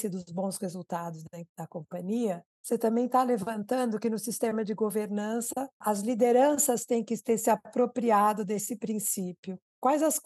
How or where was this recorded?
video call